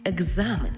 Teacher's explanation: на початку в цьому слові стоїть глухий звук «к», а далі дзвінкий «з». А ми вже з вами проговорили раніше, що глухий звук поруч із дзвінким шукає собі дзвінку пару.